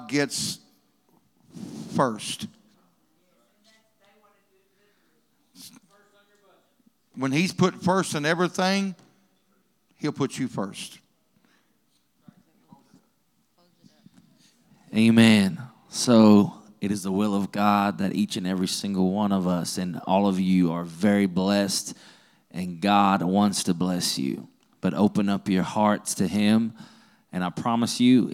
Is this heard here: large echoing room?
yes